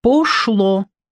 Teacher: Бабушка говорит «пошло» по-барски, по-господски, как русский князь Монте-Карло, склонившись над рулеткой с придыханием и с ударением на последнем «о»